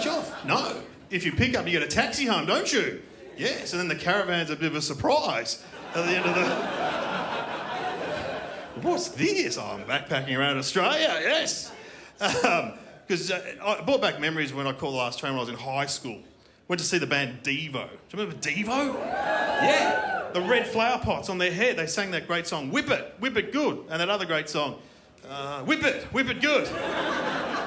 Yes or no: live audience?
yes